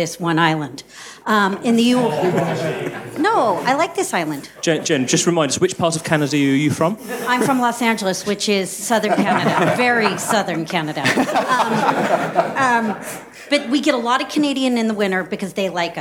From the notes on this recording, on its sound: we held the first public '361 Live' event "Mobile Question Time" sponsored by Nokia and LBi at LBi's HQ on Brick Lane in London.